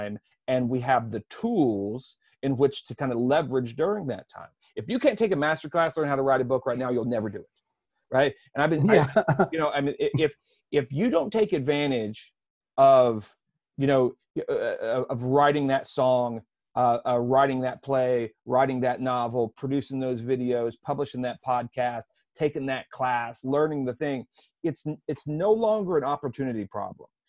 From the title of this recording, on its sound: Roundtable Zoom Session